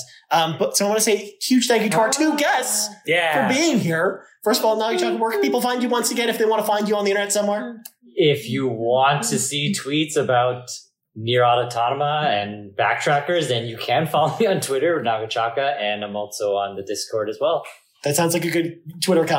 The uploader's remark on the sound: We recorded this podcast in person during our trip to Xbox FanFest in Toronto and was recorded using limited recording equipment so the audio quality will be a bit different than our usual podcasts.